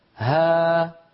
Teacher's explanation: الألف آخر صوتها فم مفتوح ويتلاشى صوتها شيئا فشيئا، لا يوجد شيء يقطع عليها الصوت، لا من لسان ولا من شفتين بل ولا من وترين صوتيين.